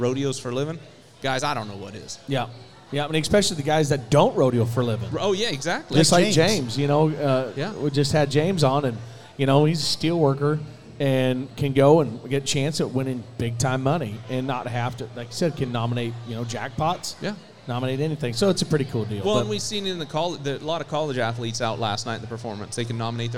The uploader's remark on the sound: LIVE from Corpus Christi Buc Days WCRA Rodeo!